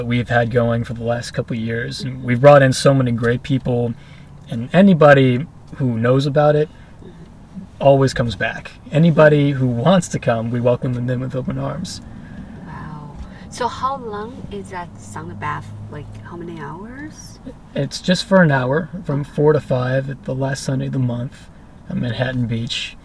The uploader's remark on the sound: In The Car